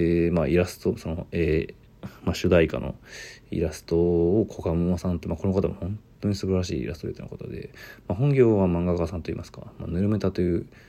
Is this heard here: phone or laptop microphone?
yes